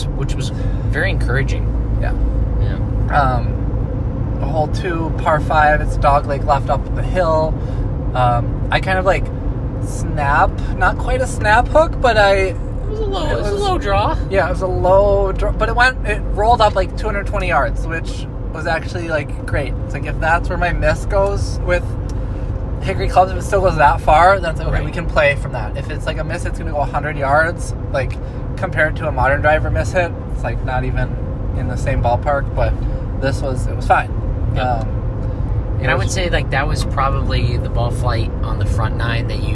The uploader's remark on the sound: Come to you live from the car on the ride home from their first round of hickory golf.